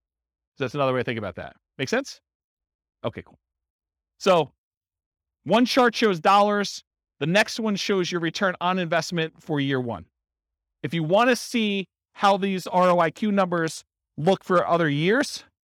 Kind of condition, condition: setting, live audience